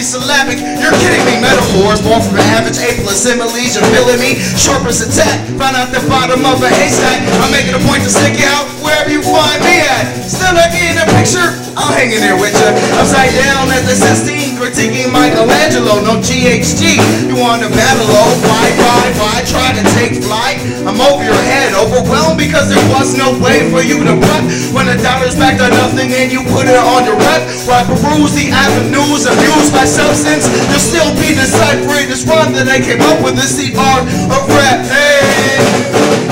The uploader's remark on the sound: Mahogany Urban Poetry Series. Open Mic 6-15-2016 Wednesday Hosted by NSAA.